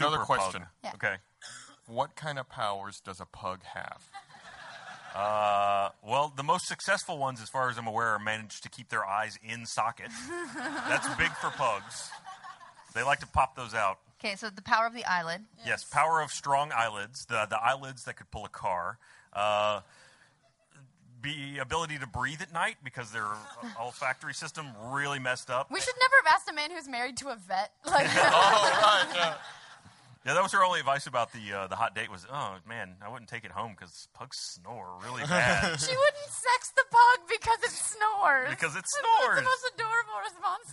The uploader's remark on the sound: LIVE from RTX